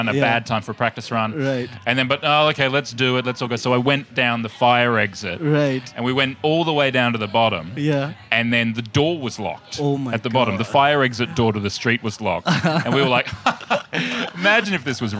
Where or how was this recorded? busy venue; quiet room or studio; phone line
busy venue